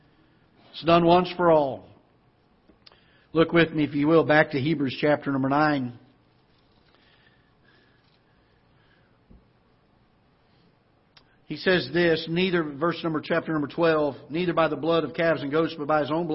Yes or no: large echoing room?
yes